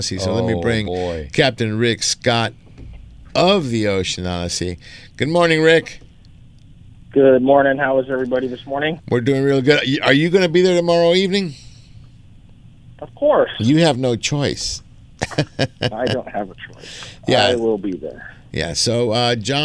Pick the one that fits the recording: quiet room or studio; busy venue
busy venue